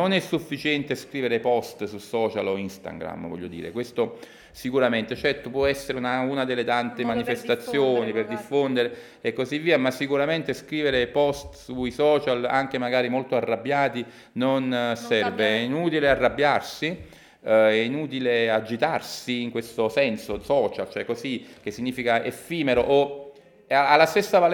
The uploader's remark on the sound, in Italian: È uscito un nuovo episodio registrato durante il convegno: “Crimini, danni e lotte ambientali - storie e voci dal vallo di diano”.